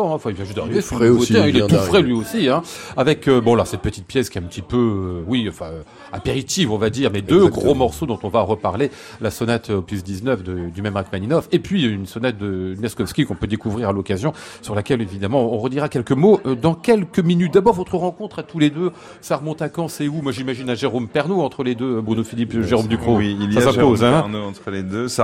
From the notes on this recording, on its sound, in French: En direct et en public depuis l'Hôtel Bedford à Paris.